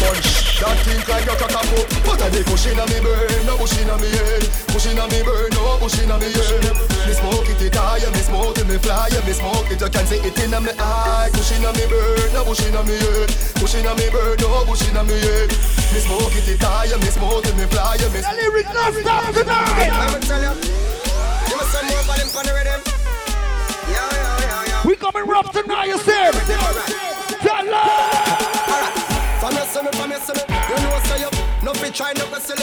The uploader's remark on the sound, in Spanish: 2 horas grabadas en el aniversario de bongos